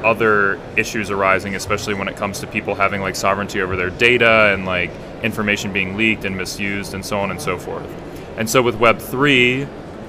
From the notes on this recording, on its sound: LIVE ON THE SHOWFLOOR at VIVA TECH 2022. Unfortunately, this conversation was cut short.